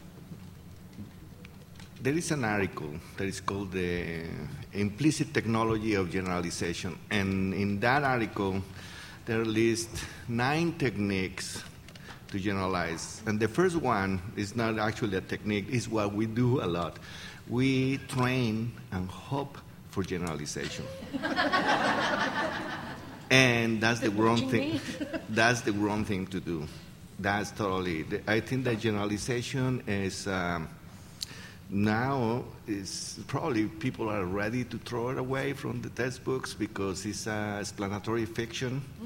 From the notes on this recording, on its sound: an excerpt from ClickerExpo 2011 in Lexington, Kentucky